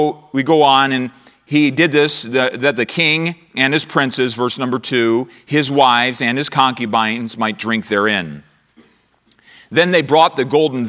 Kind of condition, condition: setting, large echoing room